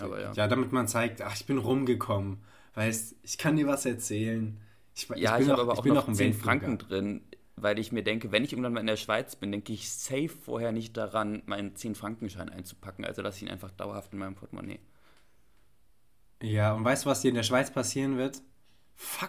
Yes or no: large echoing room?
no